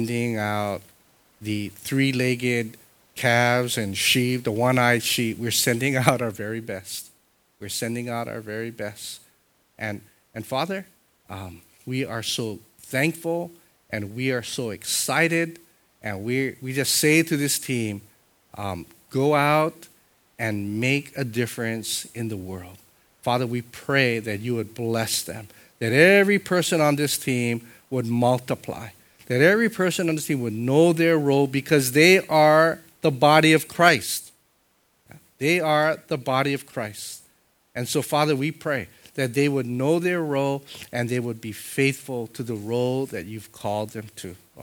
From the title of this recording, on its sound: Sunday Worship Service